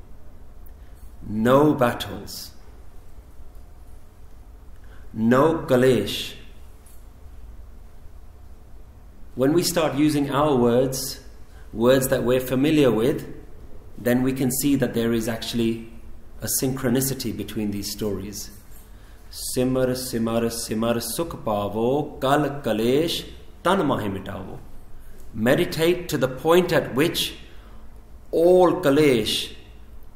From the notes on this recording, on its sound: recorded in November 2015 at Central Gurdwara Khalsa Jatha, Shepherds Bush, London UK.